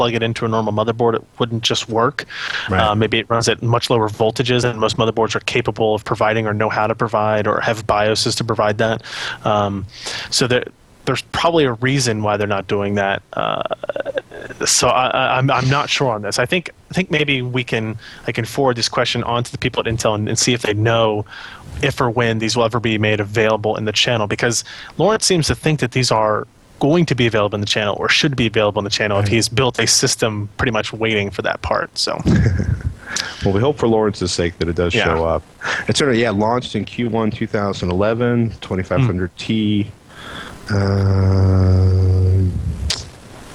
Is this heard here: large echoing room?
no